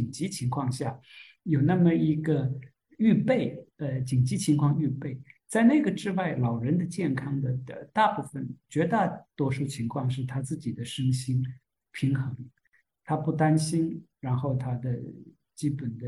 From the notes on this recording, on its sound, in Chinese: 线上活动的部分现场录音剪辑版